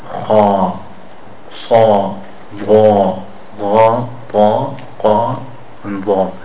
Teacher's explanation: You notice how the alif sound is coming from the cave, but it takes on the thick sound to it. · Term: thick manner